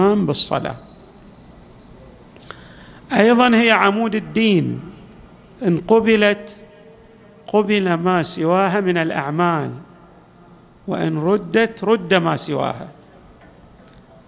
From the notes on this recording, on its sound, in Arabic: تسجيلات جامع الإمام علي عليه السلام الاحساء - المبرز